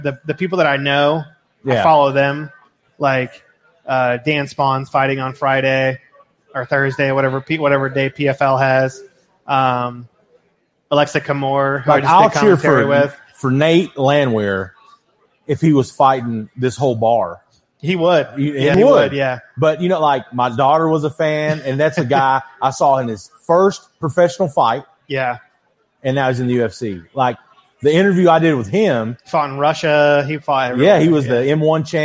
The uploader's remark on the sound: Live from Fretboard Brewing. Perform live at their amazing brewery.